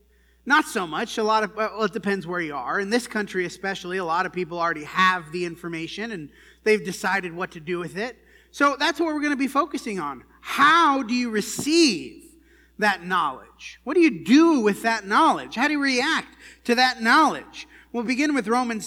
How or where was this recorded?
large echoing room